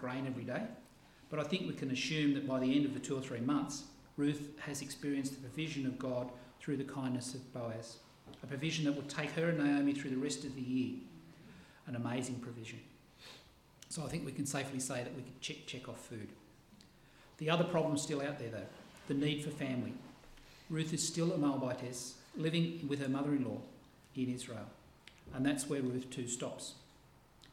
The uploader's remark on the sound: This sermon was preached on 6 August 2023 at all services of Helensburgh and Stanwell Park Angilcan Church.